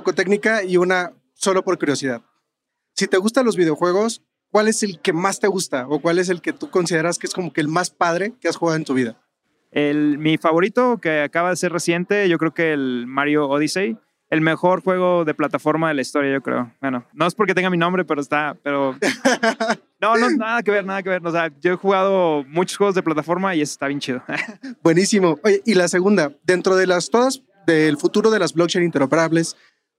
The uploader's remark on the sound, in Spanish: En esta ocasión grabamos desde Bogotá en el marco del evento Devcon